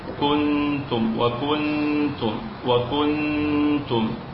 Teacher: واليوم اخترنا كلمة يعني تأتي كثيرا في القرآن، وهي عبارة عن ساكن بين حرفين متحركين بالضم، يعني نون ساكنة تأتي بين حرفين متحركين بالضم، فهذه النون تخفى مع الغنة ولا بد من بسط الشفتين فيها حتى يعني لا يكون بمثابة اللحن.